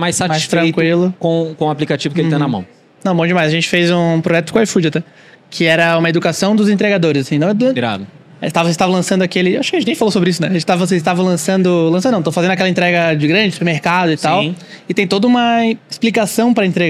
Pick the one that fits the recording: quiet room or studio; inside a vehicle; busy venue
busy venue